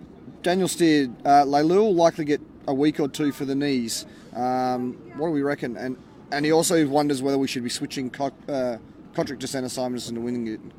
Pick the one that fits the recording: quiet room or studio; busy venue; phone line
busy venue